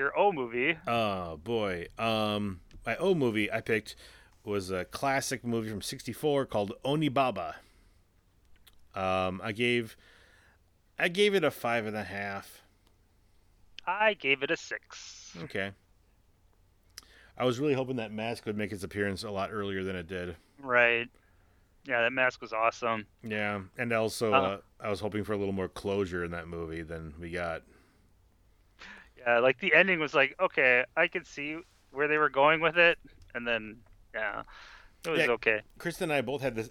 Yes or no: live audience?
no